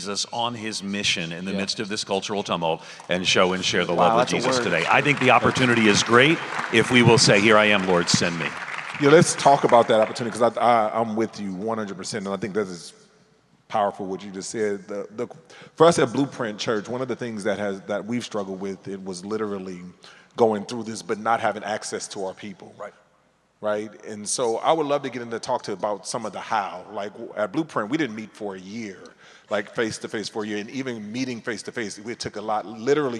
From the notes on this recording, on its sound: at the Send Network breakfast at the SBC annual meeting this week